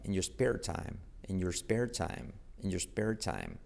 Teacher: La R de your decae